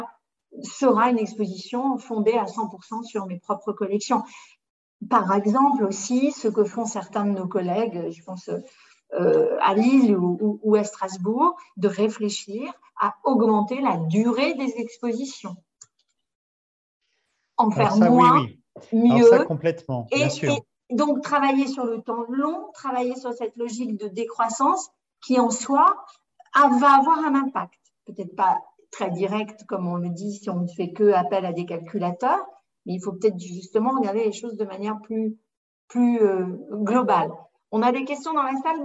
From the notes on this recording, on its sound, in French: Séance enregistrée sur Zoom